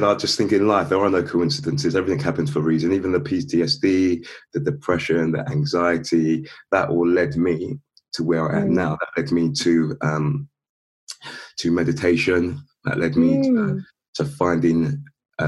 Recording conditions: video call